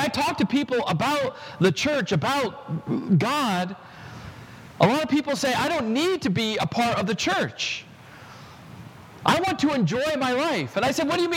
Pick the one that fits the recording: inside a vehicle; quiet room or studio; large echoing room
large echoing room